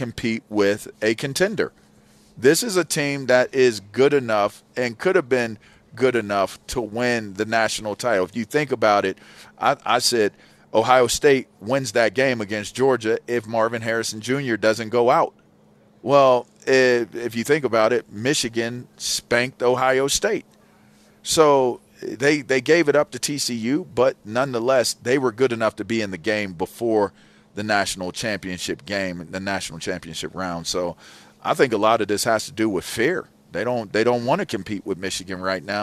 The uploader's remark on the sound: broadcasting live from Santa Anita Park for The Breeder's Cup